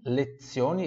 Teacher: esse Z também tem som de TS, igual pizza. Pronuncia bem certinho o I aqui no final, tá?